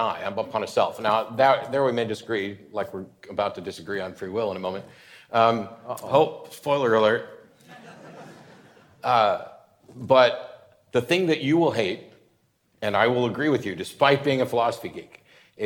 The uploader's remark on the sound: This conversation was recorded at New York City Center